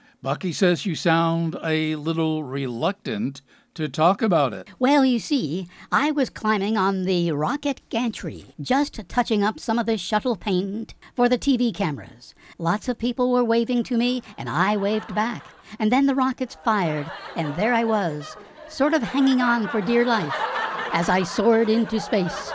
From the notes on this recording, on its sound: Live from the Stranded Theater in New York City.